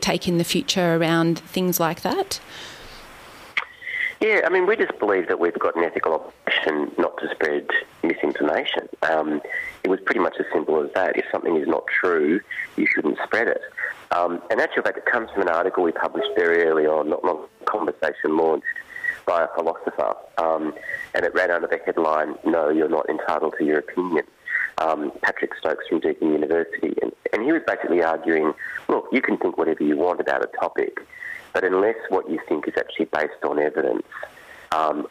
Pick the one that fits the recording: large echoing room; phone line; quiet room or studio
phone line